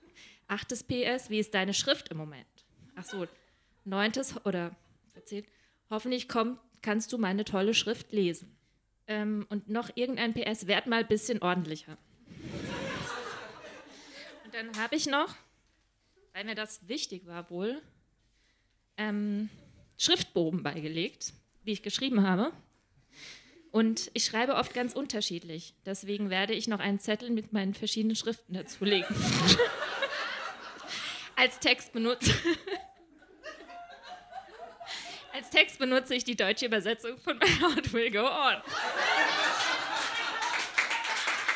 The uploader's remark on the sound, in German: Im Monarch, Berlin. Heißen Dank an den Monarch, unser tolles Publikum.